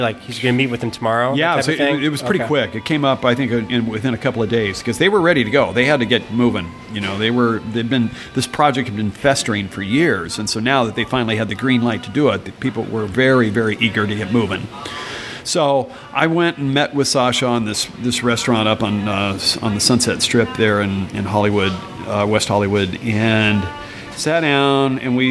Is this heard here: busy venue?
yes